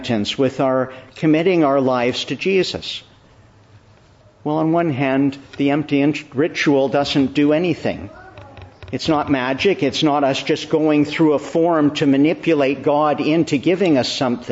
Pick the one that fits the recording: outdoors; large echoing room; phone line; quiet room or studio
large echoing room